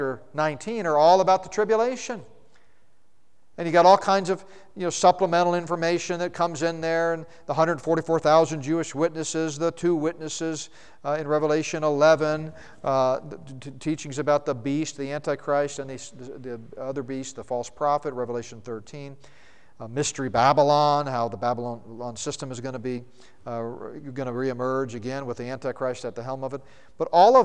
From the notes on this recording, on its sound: second session from the Prophecy Conference at Northstar Family Church in Flowery Branch, GA